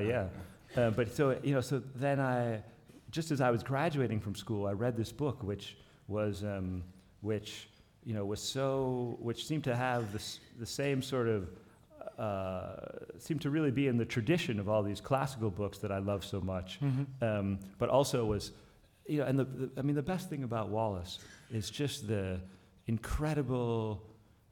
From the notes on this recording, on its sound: Literaturfest Live IV.